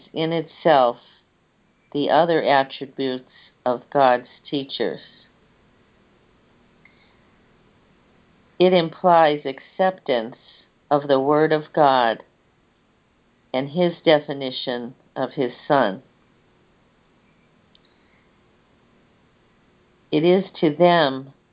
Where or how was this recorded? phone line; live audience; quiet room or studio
phone line